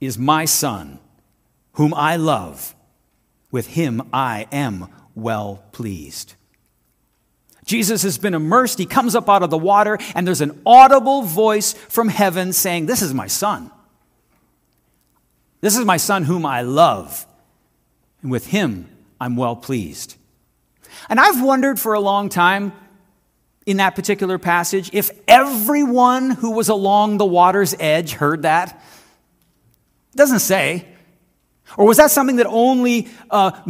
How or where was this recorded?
large echoing room